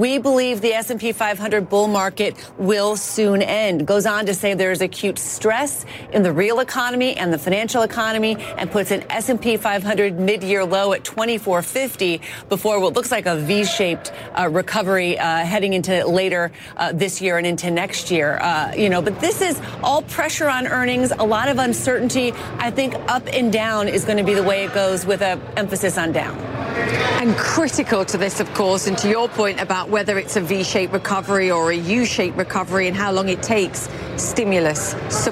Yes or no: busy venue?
yes